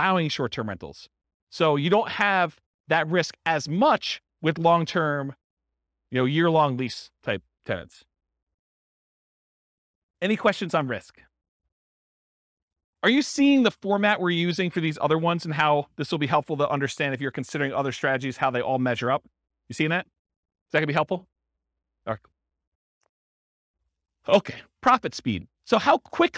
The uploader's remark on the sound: This was a live class recorded